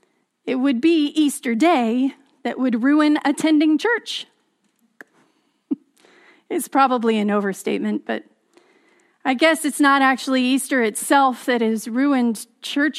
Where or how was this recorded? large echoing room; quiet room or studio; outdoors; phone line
large echoing room